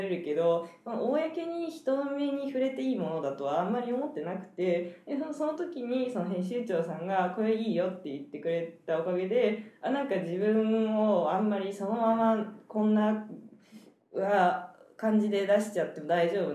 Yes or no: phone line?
no